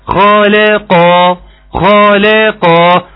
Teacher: قول الخاء مفخمة وبعدين رقق اللام